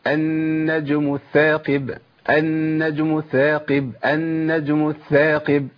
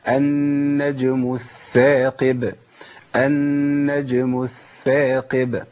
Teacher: لازم ابين رخاوة في الثاء الاولى · Shown in: second take